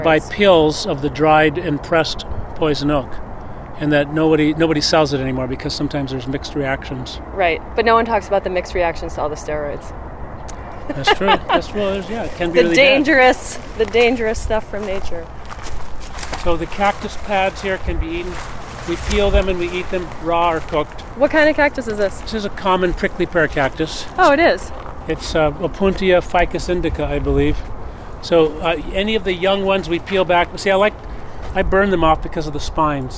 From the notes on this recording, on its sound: I step away from my Skype interview setup to head out into the urban wild